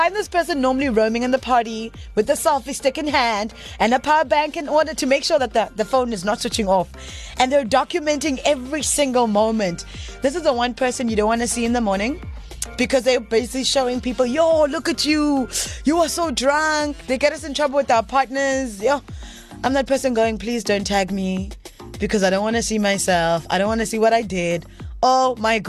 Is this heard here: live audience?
no